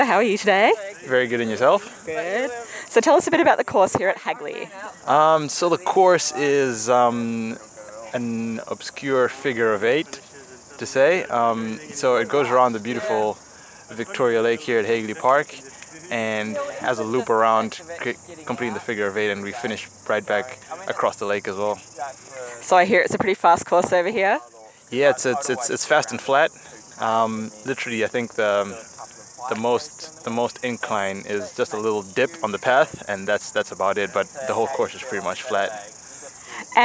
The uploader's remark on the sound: The parkrun adventurers head to the launch of Rockhampton parkrun, catching up with locals and adventurers alike.